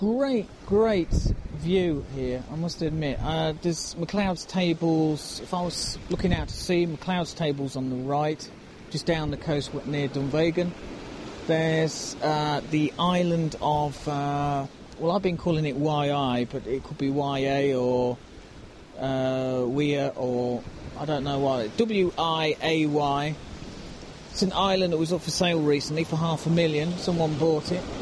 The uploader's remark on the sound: A wander along the rocky north west coast of Skye. A Nikon camera and bag, picked up during the trip.